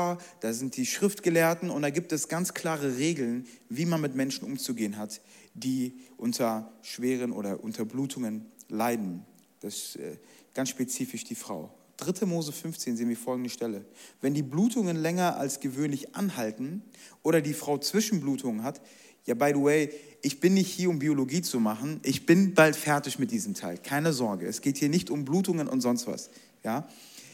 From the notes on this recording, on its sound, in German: Zeal Church Leipzig. Audiomitschnitt der Predigt.